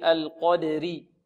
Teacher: القدر اللام مرققة والقاف كما سبق مفخمة · القدر والراء هنا ترقق، لماذا؟ لأنها مكسورة · Term: الراء المكسورة